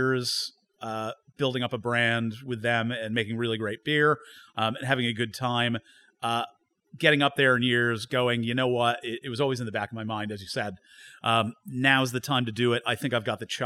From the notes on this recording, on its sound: We return to North London. Recorded live at the brewery.